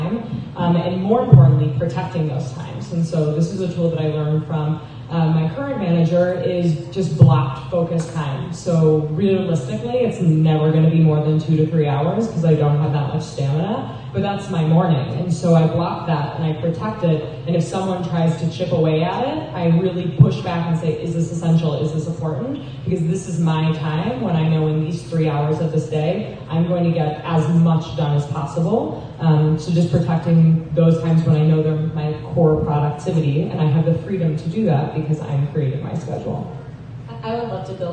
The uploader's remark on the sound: Productivity Panel for Lifestyle Design at FreedomXFest 2018. It is a festival where 400 location independent entrepreneurs hang out in the Pyrenees mountains of Spain for a week. We recorded the productivity panel and decided to make it into a podcast. The volume is a little low, it was raining really hard outside at the time.